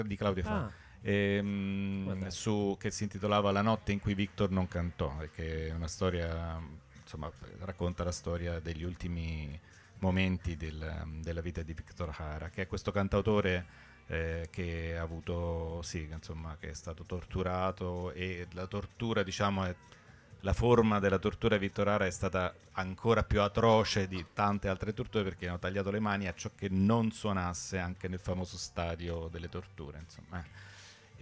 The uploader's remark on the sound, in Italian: LiveFolkRadioShow. Live Streaming - THE ROOST.